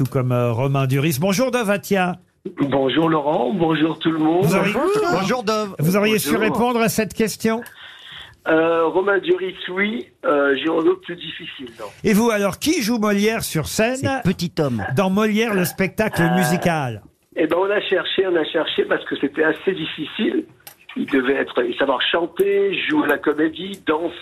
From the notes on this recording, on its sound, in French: LE COUP DE FIL DU JOUR. Était au téléphone des Grosses Têtes ce 26 octobre.